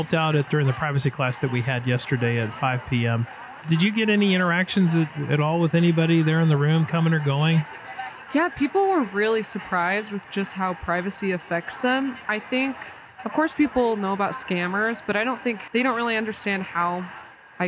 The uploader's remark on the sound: Privacy Files hit the road and recorded this episode at the Anonyome Labs booth on the floor of the 2023 Utah Pinners Conference & Expo in the Greater Salt Lake City Area. Pinners is a two-day event where 35,000+ creative enthusiasts, DIY aficionados and expert makers meet.